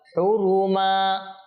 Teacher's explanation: দুই জবরে যখন আমরা ওয়াকফ করি, তো তখন একালিফ আপনাকে দীর্ঘ করে পড়তে হবে, যেমন আমি পড়লাম হুরুমা, কারণ কি, কেন, ওয়াকফ করেছি।